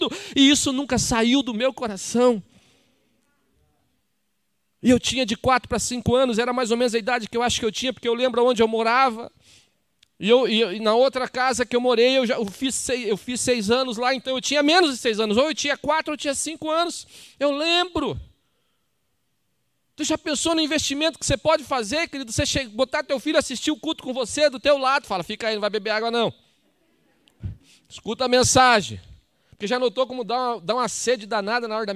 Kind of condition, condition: setting, large echoing room